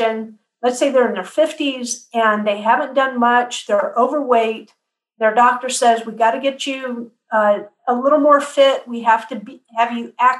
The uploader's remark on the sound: Podcast was recorded over Zoom, and the audio quality differs from that of the introduction.